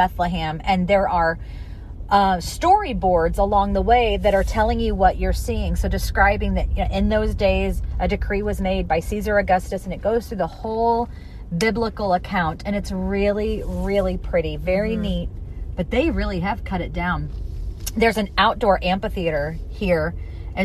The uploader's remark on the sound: A ride-along (car sounds and more!). While driving through a local Christmas Light display at Our Lady of the Snows Way of Lights.